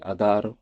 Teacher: la voyelle finale disparaissait complètement